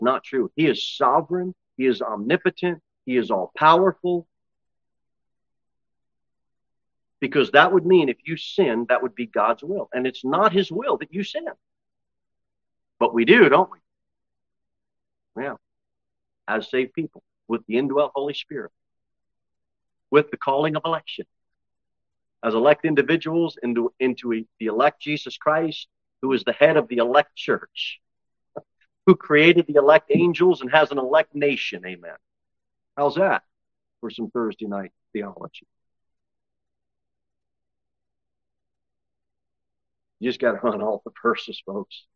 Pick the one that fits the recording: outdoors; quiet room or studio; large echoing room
large echoing room